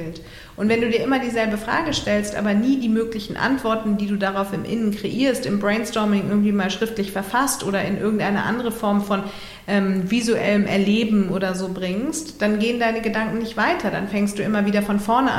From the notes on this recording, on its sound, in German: beim Live-Podcast im Rahmen des ROCK ’N RAISE-Festivals